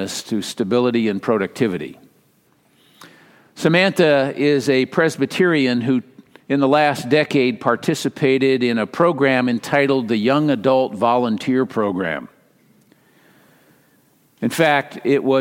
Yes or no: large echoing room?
yes